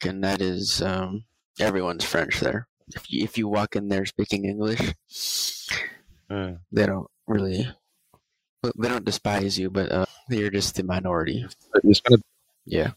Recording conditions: distortion